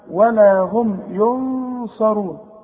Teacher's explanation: القلقلة ولا هم ينصرون نون بعدها صاد الصاد من حروف الإخفاء نون ساكنة بعدها صاد يبقى حغن وحخفي